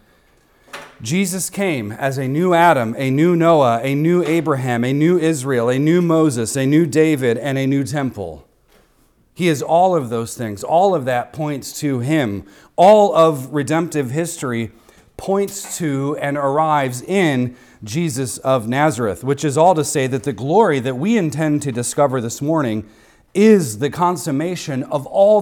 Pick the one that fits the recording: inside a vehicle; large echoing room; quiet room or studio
large echoing room